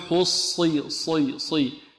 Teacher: الصاد مفخمة، مع أنها مكسورة لكن يبقى فيها صفة الإطباق، قوتها الإطباق.